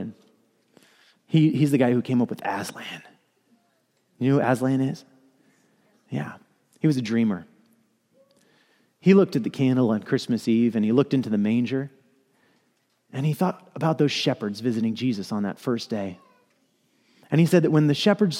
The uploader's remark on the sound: Message delivered during the 2PM Christmas Eve Contemporary Worship service.